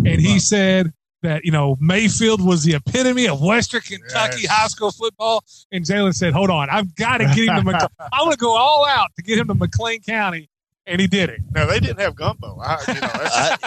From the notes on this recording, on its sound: Live at McLean County for a Tailgate Show courtesy of Whitaker County as McLean plays host to Webster County in the Kroger KSR Game of the Week.